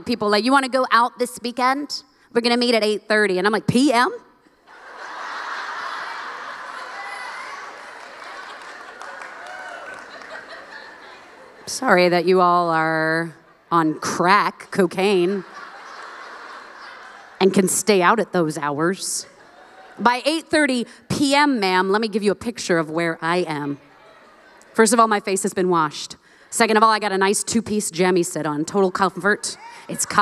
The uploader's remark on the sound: live from the 2022 Known Conference